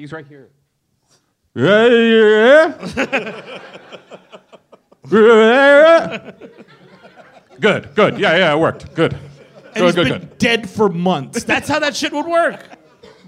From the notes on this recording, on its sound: Live in Boston. Recorded live at Laugh Boston. In Boston, Massachusetts.